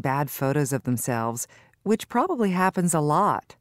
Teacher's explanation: Notice how a which clause has a slight pause before it.